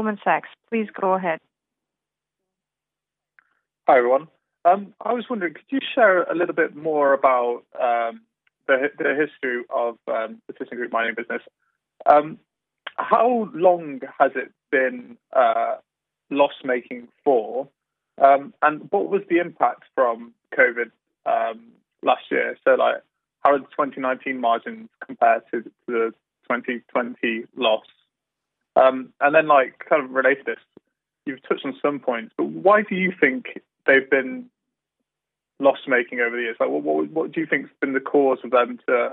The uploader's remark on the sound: Have presented the transaction in a conference call with FLSmidth investors.